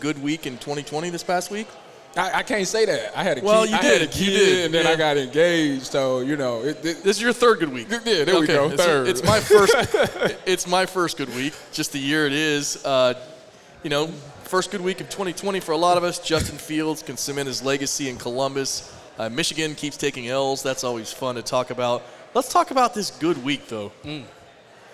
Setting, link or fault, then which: setting, busy venue